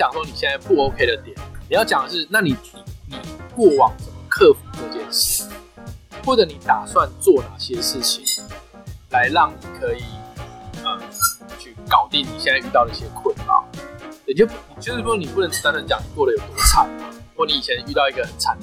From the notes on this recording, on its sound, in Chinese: 本集音檔為 2019 年錄製，錄製時收錄較多環境雜音，已降噪處理加上背景音樂。